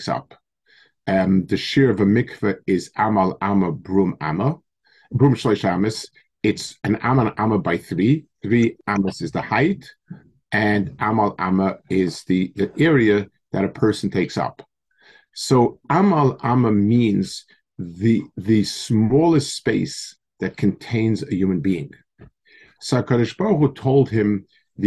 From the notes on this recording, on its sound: Delivered over Zoom to the staff of Yeshiva Ohr Yisroel.